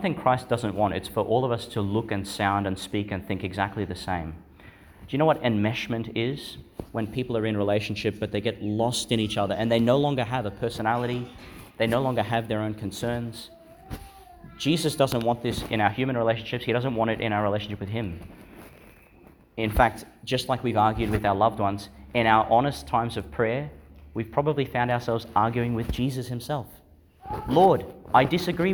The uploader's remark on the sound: Delivered (at the morning Mass) in Our Lady Star of the Sea Church, Gladstone, Qld. Homily for the Thirty-Second Sunday in Ordinary Time, delivered (at the morning Mass) in Our Lady Star of the Sea Church, Gladstone, Qld.